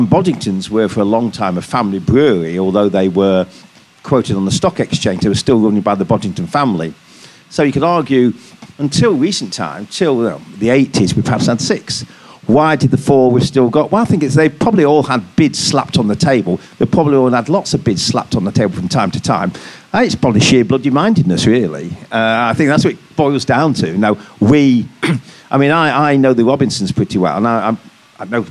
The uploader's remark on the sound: The latest episode of our podcast takes place here at the brewery, where we hosted a panel discussion in front of a live audience. As we joined in Marble’s 25th anniversary celebrations.